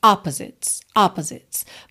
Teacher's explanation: essa palavra opposites tem a sílaba tônica na primeira sílaba